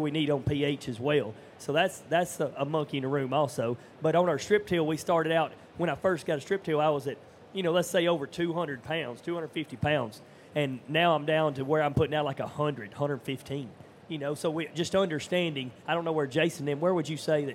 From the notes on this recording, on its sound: panel discussion at 2023 Commodity Classic